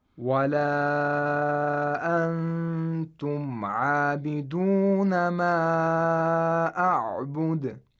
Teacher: I'm going to extend the duration of this mad to five vowel counts. · Term: disjunct mad